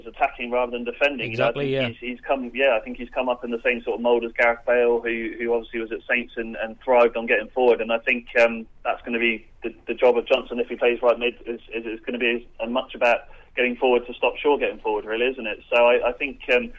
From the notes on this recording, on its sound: Joined us in the studio. Joined us on the phone.